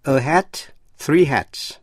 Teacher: Hat tận cùng bằng voiceless sound T, cho nên S phát âm là S.